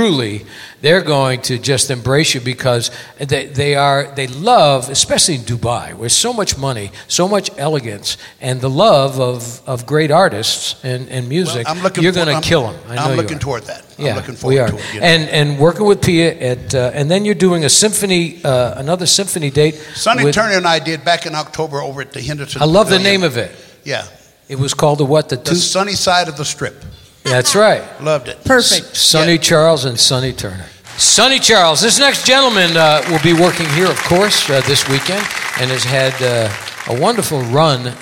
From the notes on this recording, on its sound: Live at the Southpoint Casino.